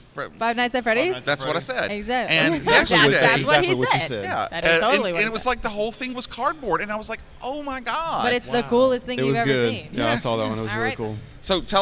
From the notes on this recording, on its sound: Live from the 2024 Fan Expo New Orleans. Live from the 2024 Fan Expo New Orleans, I host a panel focusing on "Fave Fan Con Experiences."